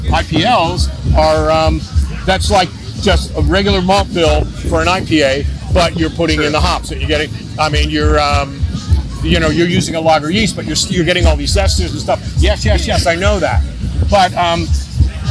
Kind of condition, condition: setting, busy venue